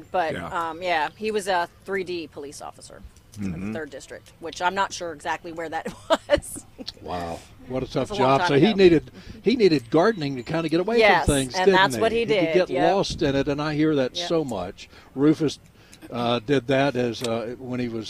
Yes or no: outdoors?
yes